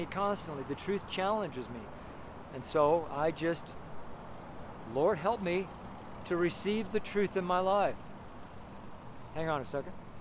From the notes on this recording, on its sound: STREET SERMON